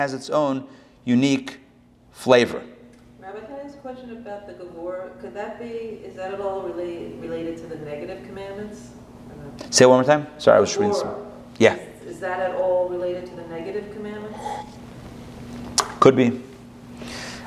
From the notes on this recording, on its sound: Recorded live at the Intown Jewish Academy.